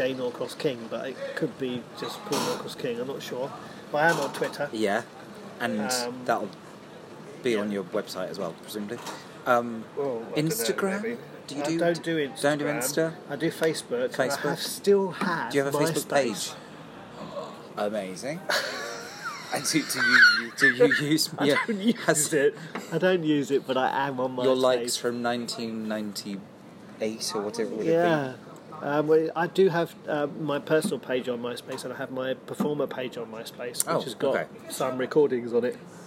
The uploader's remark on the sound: we are coming to you live(ish)from the garden of my local pub!